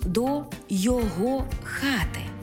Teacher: Коли прийменник поєднується не із займенником, а з іншою частиною мови, від якої цей займенник залежить, то наголос не змінюється. Тобто займенник зберігає свій наголос на другому складі, навіть якщо і прийменник присутній. Наприклад, до його хати, а не до його хати.